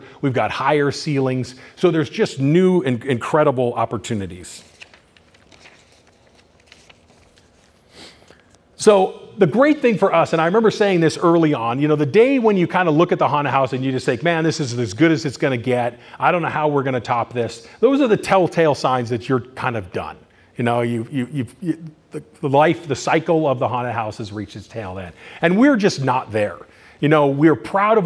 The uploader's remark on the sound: In this presentation recorded during Midsummer Scream